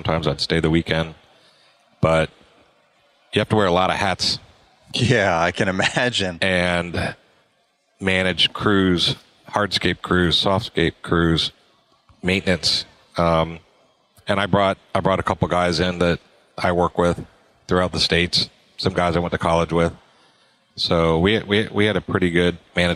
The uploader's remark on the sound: At Synkd Live